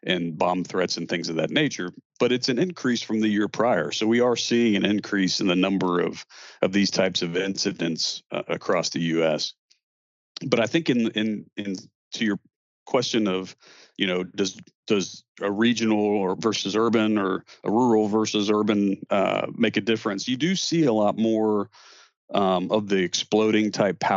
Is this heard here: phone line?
no